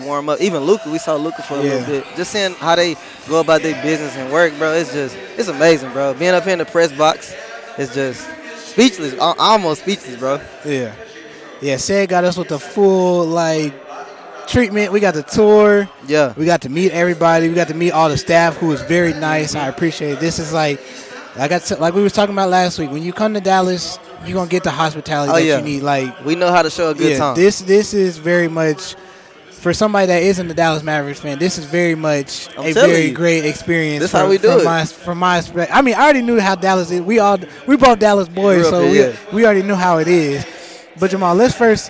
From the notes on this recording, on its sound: Live From American Airlines. Live from the American Airlines Center.